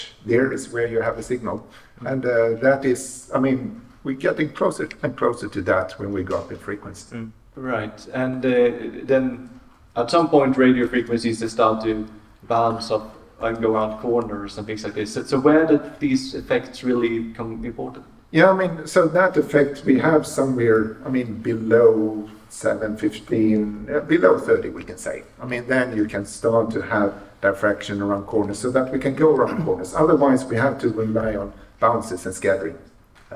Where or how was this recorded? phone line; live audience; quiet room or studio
live audience